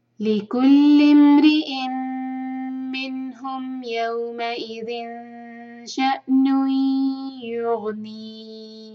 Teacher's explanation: روزك لكل امرئ را کو باریک پڑھیں گے، را کے نیچے کسرہ ہے، ری ام حمزہ جو ہے میم سے کنیکٹ کریں گے، تنوین کے بعد میم آ رہا ہے، ادغام غنہ کے ساتھ اور پھر میم مشدد، میم کو ہولڈ کریں گے. لكل امرئ منهم، نون پر اظہار ہے، نون ساکن کے بعد جب حلقی حرف آئے تو وہاں نون کو کلیئر پڑھنا ہوتا ہے، اظہار.